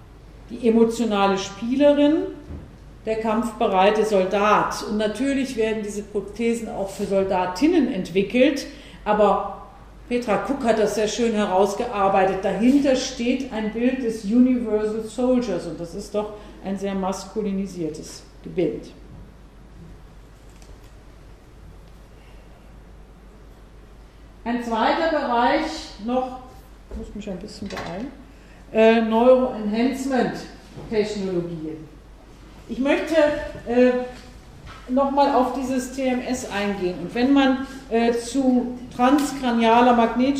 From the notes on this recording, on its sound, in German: Mitschnitt des Vortrags. Universität Innsbruck.